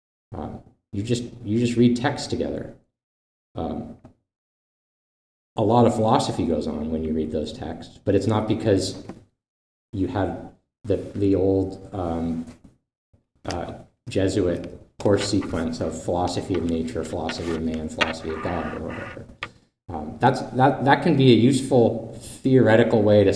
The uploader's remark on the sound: This lecture was given on April 27th, 2023, at Saint Louis University.